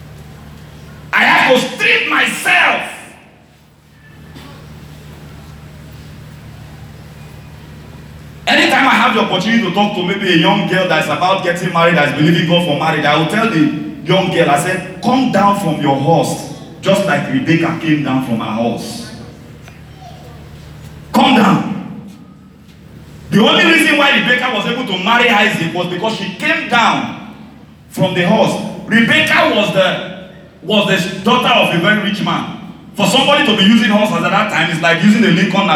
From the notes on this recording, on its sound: This is a message I preached on the 14th July 2019, I had the privilege to share this at our Sunrise service.